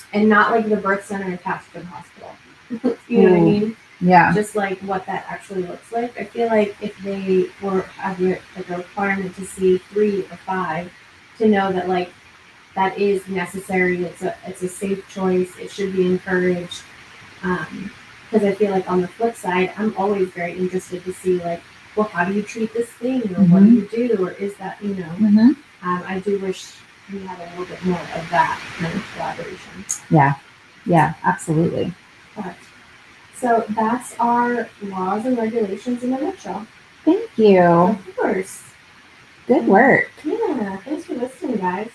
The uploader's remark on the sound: Please excuse the poor sound quality and background noises in this episode, which was recorded several months ago when we were still figuring out all of our settings.